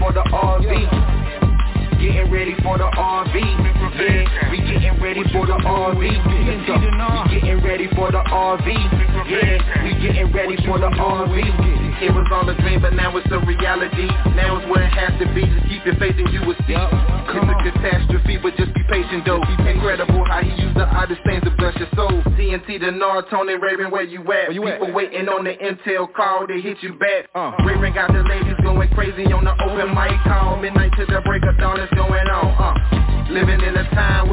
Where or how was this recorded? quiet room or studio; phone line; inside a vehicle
phone line